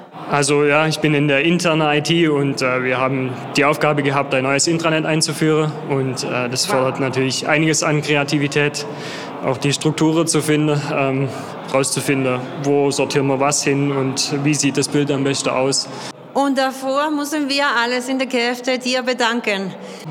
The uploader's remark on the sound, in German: Diese besondere Episode haben wir auf der Weihnachtsfeier 2022 in Stuttgart aufgezeichnet. Wir haben einige Mitarbeiter interviewt.